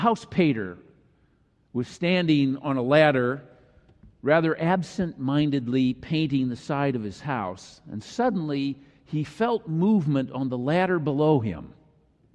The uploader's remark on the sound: This is a complete unedited recording of the 9:00AM Traditional Worship service.